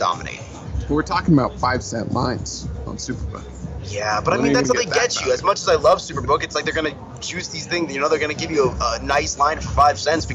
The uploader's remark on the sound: Sights and sounds from the All-Star Game in Denver